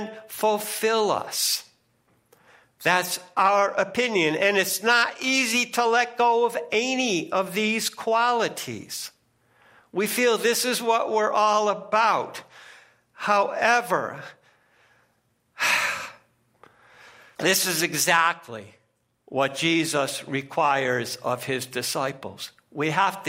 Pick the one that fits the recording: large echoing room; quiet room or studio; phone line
large echoing room